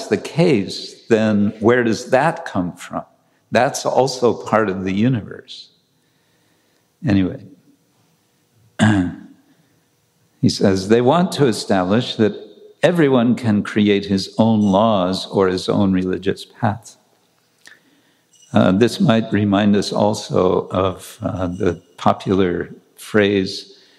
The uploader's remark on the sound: Lecture from New York ISKCON temple